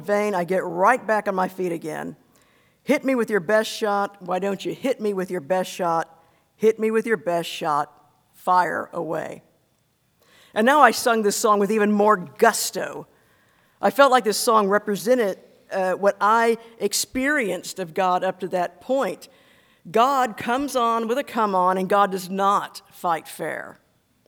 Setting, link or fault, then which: setting, large echoing room